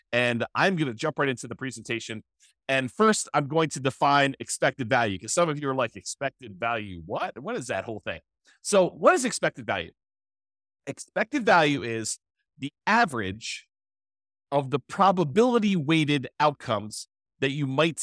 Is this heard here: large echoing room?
no